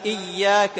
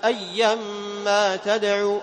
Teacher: تجعل فراغ بسيط بين وسط اللسان والحنك، لكن إذا التصق اللسان بالحنك صارت جيما